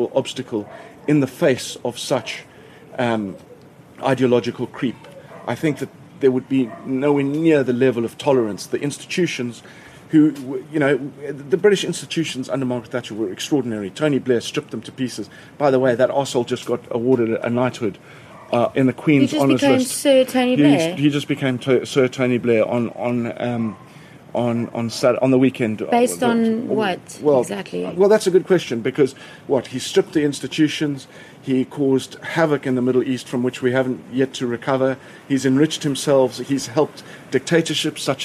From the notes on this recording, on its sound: Recorded in his garden in Cape Town.